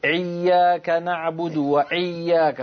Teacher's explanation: بعض الناس لما ينطقون الهمزة يضغطون على مخرج العين يقول إياك نعبد وإياك فيضغط على حرف العين عند نطق الهمزة · Term: الضغط على مخرج العين